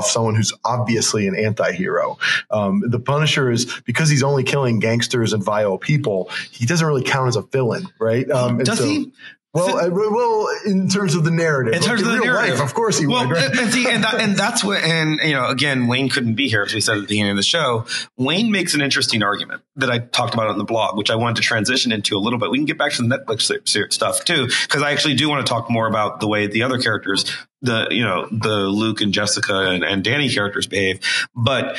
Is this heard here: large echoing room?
no